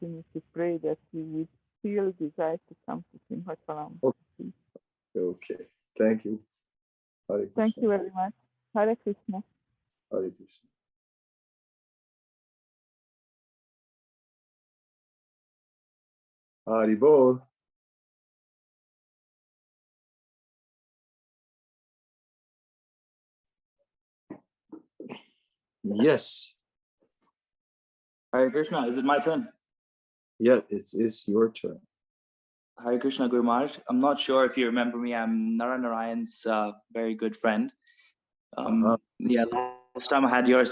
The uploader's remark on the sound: Zoom Meeting